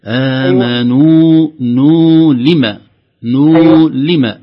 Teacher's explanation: المد في النون وليس في الميم